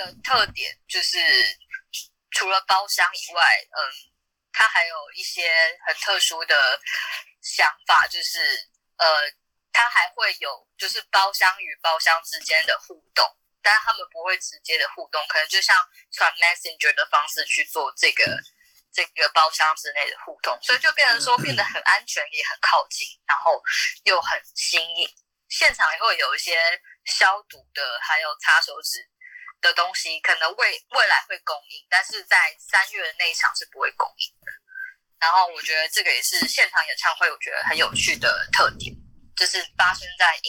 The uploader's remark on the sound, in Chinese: Clubhouse的電話錄音就是悲劇一場。